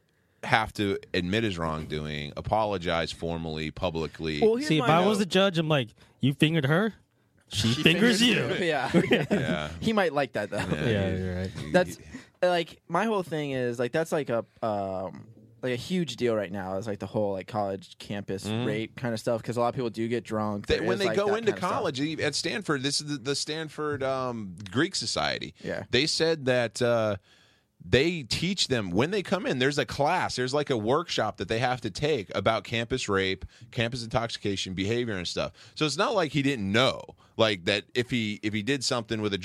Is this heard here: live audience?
no